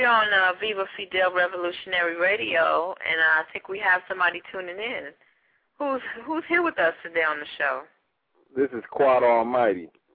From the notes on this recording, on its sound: LIVE CALL INS!